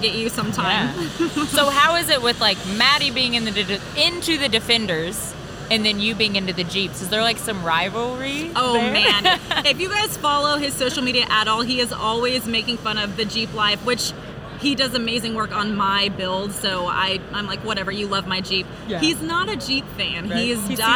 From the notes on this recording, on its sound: We took over the Renegade Products booth to record a couple of podcasts. The eight trucks we brought to SEMA 2023.